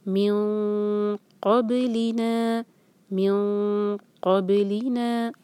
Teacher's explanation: با پر جھٹکا دیں گے، لی ایک حرکہ اور نا دو حرکہ